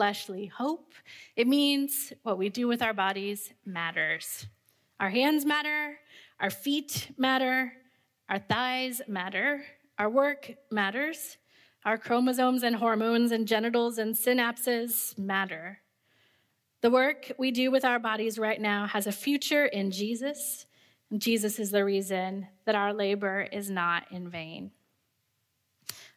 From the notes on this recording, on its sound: This conference lecture was given at the CPT's 2016 theology conference on human sexuality, Beauty, Order, and Mystery: A Christian Vision of Sexuality.